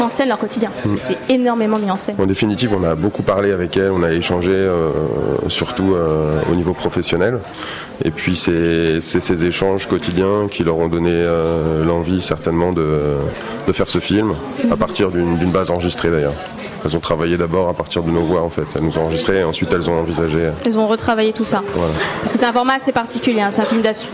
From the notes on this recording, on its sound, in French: Spéciale FIFDH au Luminor. Ce soir, on s'installe dans le beau salon du cinéma Le Luminor pour la 13ème édition du Festival International du Film des Droits de l'Homme.